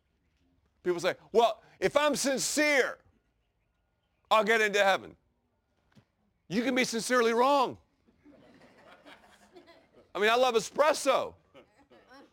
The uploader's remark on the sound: preaches from the very place where Jesus delivered the Sermon On the Mount at the Sea of Galilee in the Holy Land